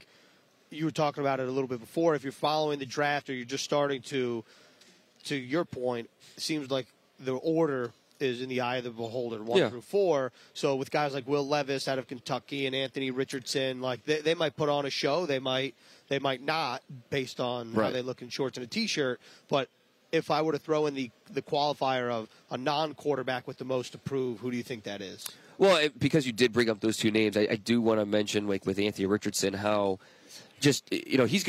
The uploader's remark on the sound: live from the 2023 NFL Combine